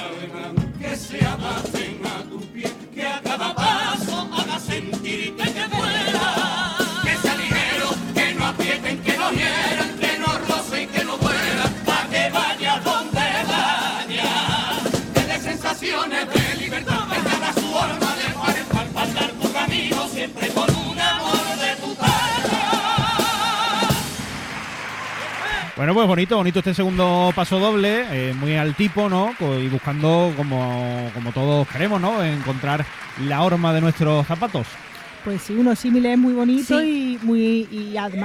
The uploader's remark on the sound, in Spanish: En directo desde el Gran Teatro Falla de Cádiz. En Onda Cero Cádiz.